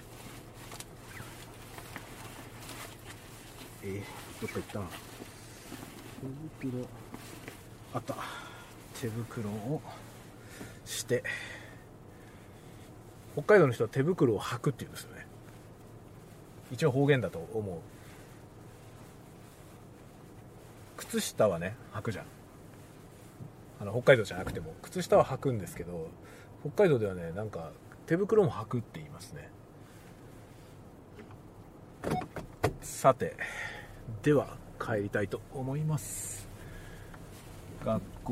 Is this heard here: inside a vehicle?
yes